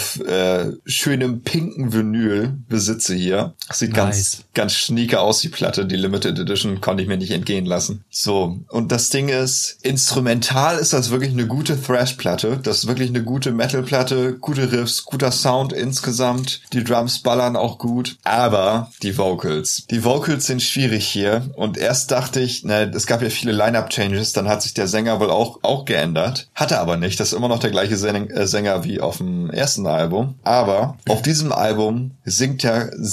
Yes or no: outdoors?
no